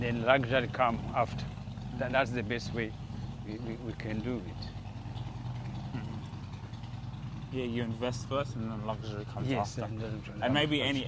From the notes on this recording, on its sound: In this unique episode recorded during a powerful Sunday walk, they discuss breaking free from colonial names and reclaiming the power within. Even with the natural background noise.